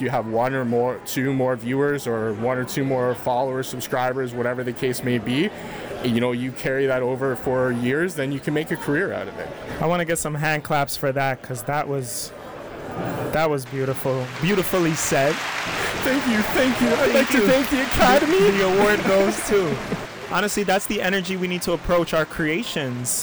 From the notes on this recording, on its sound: Event: FanExpo Canada. All while a bunch of background noise soothes us all!